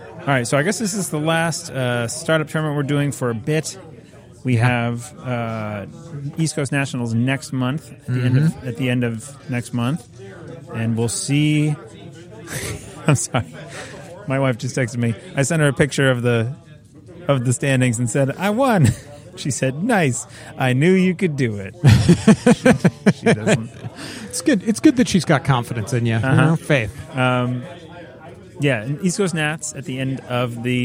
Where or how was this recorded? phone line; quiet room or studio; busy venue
busy venue